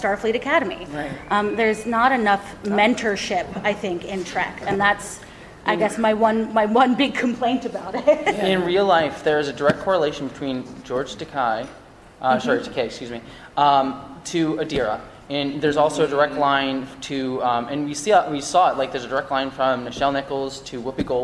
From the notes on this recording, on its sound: Recorded live at Star Trek Mission Chicago.